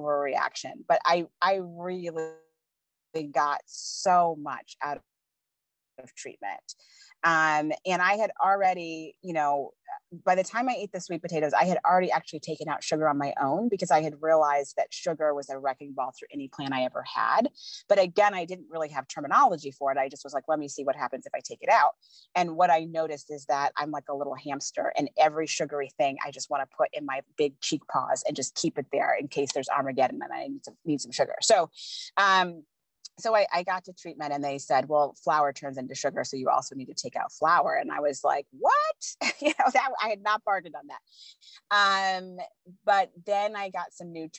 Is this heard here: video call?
yes